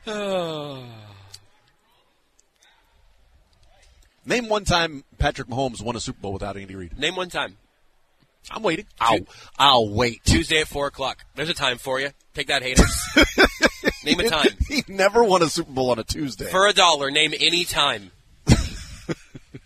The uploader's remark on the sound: The Zone broadcasts live from the Kansas City Golf Show.